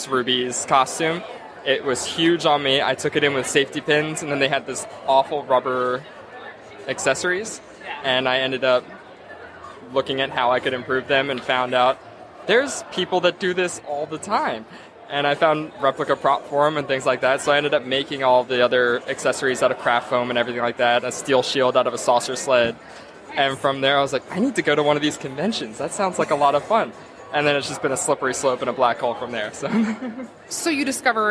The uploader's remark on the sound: Cosplay Confidential – Live at All Star Comicon. Live on the con floor at All Star.